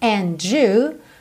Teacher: quando a gente tem uma palavra que termina em D seguida de you, que essa junção soa do, como se fosse um DJ, né? Do, ok?